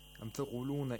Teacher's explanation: But for example, for meme, which is also a letter of Khayshum, in M, the blockage, the obstruction is in the lips. The two lips completely obstruct the airflow in the mouth, while the back of the tongue is, again, is not blocked so that the sound can come from the nose